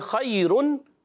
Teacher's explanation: خیرن وقف کریں گے تو خیر را باریک ہو جائے گی